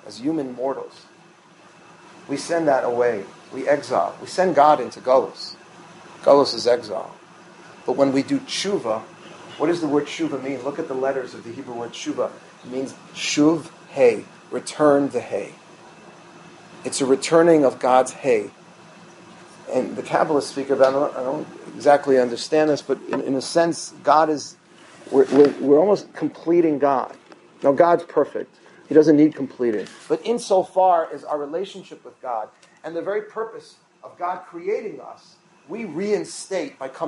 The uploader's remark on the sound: full class delivered to his students